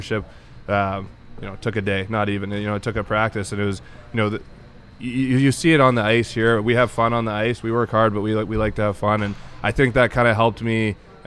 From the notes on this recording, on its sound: We are on location at City National Arena